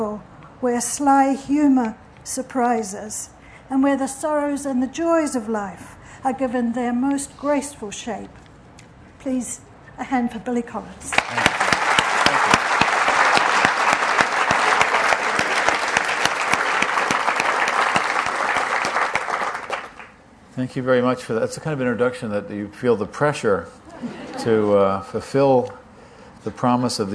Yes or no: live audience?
yes